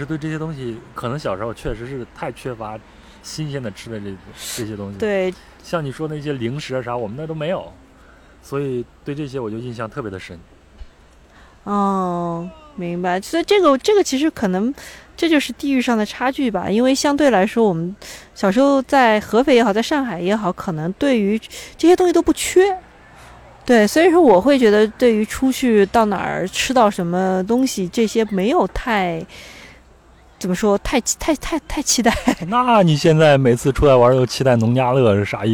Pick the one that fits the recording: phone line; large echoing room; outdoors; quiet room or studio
outdoors